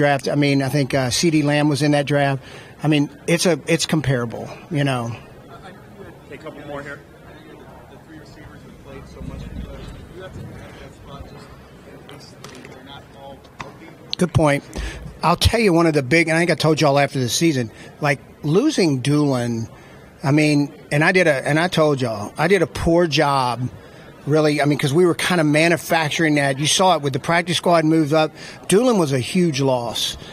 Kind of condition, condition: setting, busy venue